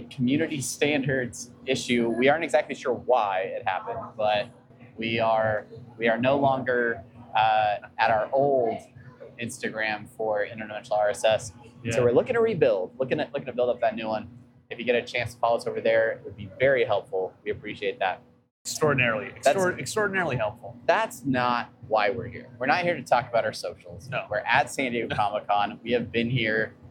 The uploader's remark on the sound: SDCC On-Location. We were in San Diego for Comic Con, we set up a camera and some mics and holy hell we were there doing things!